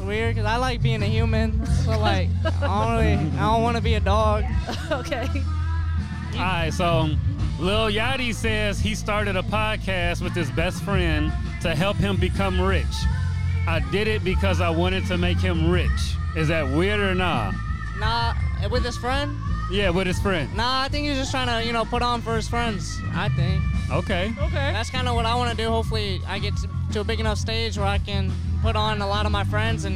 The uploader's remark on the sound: We podded outside at a music festival: The 2023 Vibes Music Festival. Vibes Fest is an annual event organized for the city of South Bend, IN to celebrate their local talent.